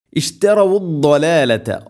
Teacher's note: ദ്വാദ് ഉച്ചരിക്കുന്ന സമയത്ത് നാവിൻ്റെ ഏതെങ്കിലും ഒരു സൈഡ് അണപ്പല്ലുകളോട് നീളത്തിൽ തട്ടിക്കൊണ്ടായിരിക്കണം